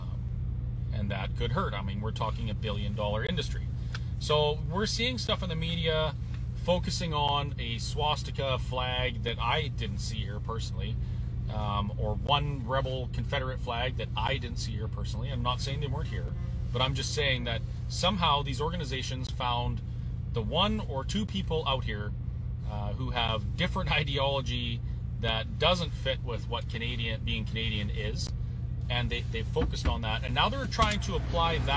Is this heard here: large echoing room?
no